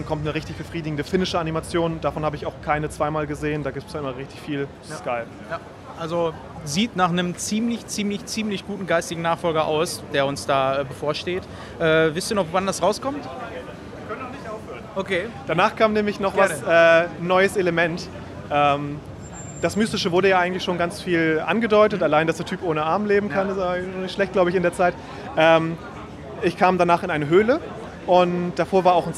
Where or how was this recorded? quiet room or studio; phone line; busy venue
busy venue